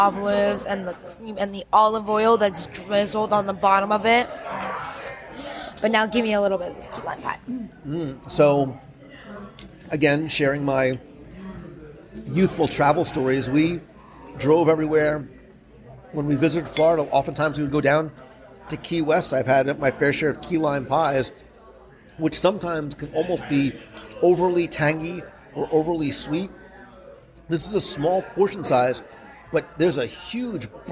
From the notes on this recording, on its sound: Live from Disney Springs. Recorded LIVE at Wine Bar George in Disney Springs.